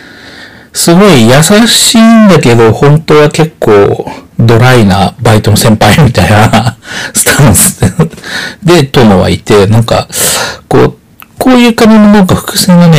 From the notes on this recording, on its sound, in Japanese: ベロベロの状態で録音したせいか、音質が悪いです。すみません。